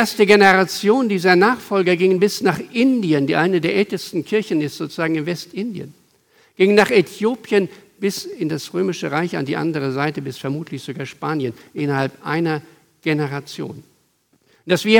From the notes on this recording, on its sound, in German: Aufgezeichnet im Gottesdienst mit Abendmahl der Ev. Melanchthongemeinde Griesheim am 28.05.2023.